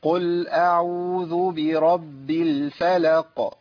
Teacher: من اقصى اللسان خالص، اخر اللسان لازم يلتصق بسقف الحنك. · Term: القاف